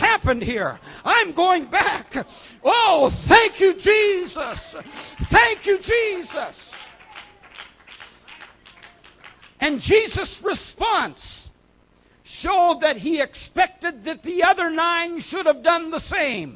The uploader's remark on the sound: message from Foundation Conference Saturday evening 4 June